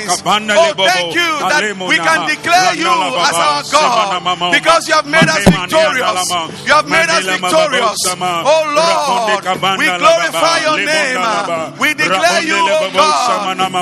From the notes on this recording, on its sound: Preached at the Zeloo Service 07052023